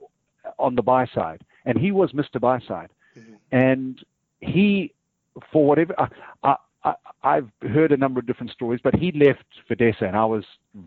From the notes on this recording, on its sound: phones in from London